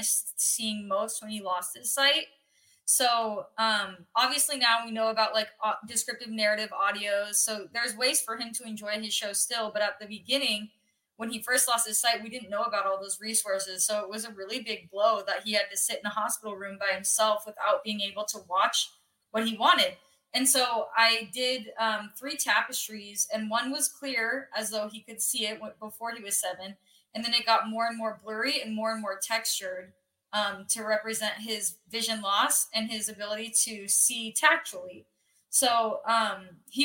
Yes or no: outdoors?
no